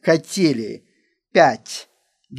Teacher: softness also results in some extra friction · Term: soft consonants